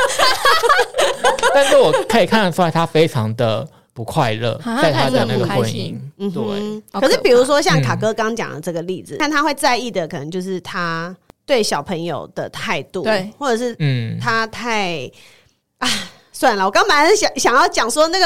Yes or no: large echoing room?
no